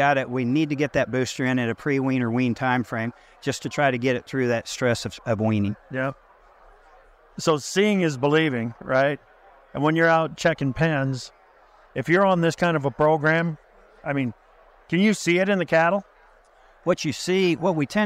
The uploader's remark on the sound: Our first program today features more conversations recorded at NAFB's Trade Talk event.